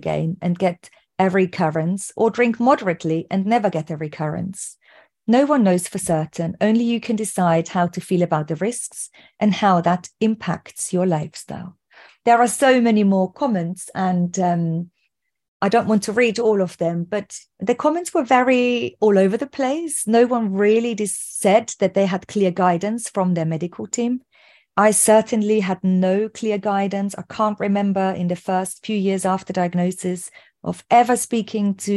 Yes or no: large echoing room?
no